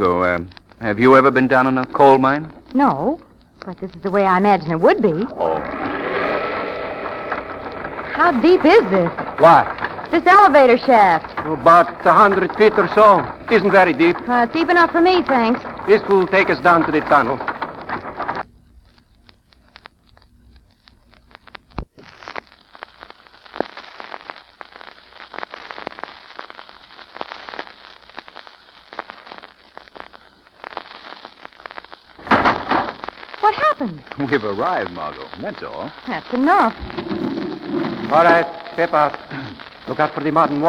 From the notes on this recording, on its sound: As these shows have been in the public domain for quite some time, the audio quality of these episodes can vary. It’s most likely the audio file itself.